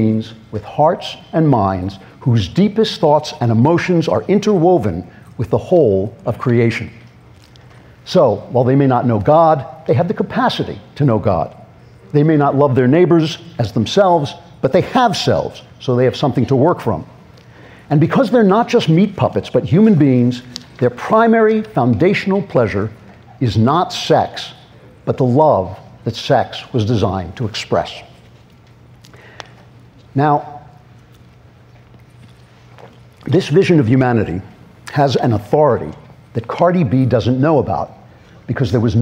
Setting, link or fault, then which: setting, live audience